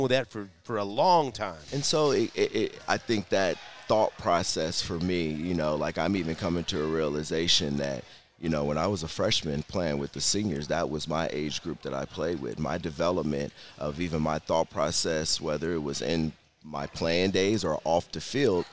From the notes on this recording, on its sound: We're live at J Rieger & Co. It's the unveiling of J Rieger's new Six Columns Straight Bourbon Whiskey collaboration.